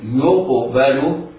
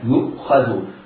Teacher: الهمزة تختلف عن القاف، كأن القاف رغم أن فيها شدة وجهرا، والهمزة رغم أن فيها شدة وجهرا، القاف تقلقل والهمزة ليس فيها قلقلة. ولا يؤخذ منها، يؤخذ الخاء في يؤخذ مفخمة والذال مرققة.